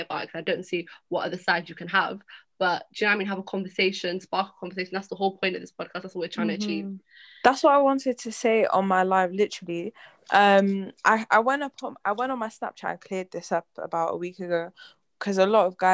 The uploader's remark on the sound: we recorded on Zoom so sorry if the audio isn't the best